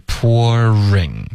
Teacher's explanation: pouring 这个 ring 的 R 的音要嘟嘴然后卷舌